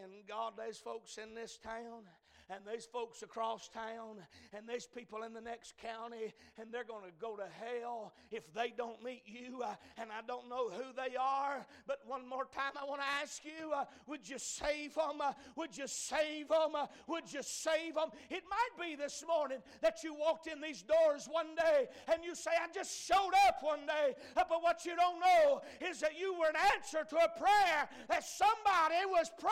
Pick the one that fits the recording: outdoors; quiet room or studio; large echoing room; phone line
large echoing room